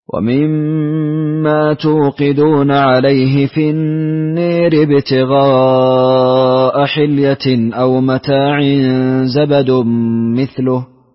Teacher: أبو عمرو بالإمالة الكبرى في لفظ النار